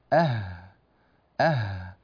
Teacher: والهاء تخرج من منطقة أعلى قليلا من الهمزة. فلو قلنا إن الهمزة هنا، الهاء تكون هنا.